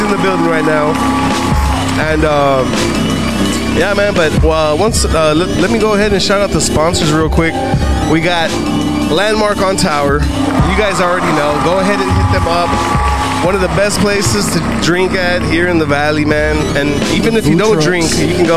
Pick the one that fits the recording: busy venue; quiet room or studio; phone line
busy venue